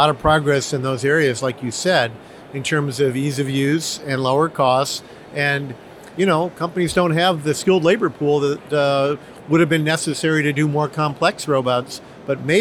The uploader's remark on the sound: at Automate 2023 in Detroit